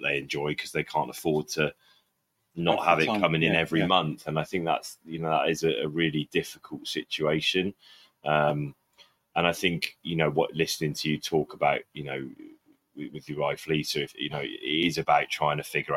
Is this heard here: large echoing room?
no